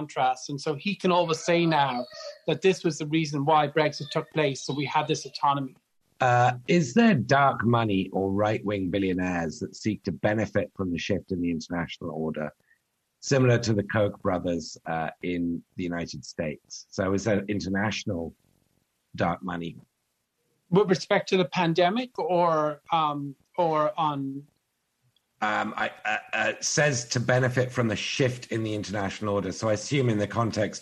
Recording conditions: video call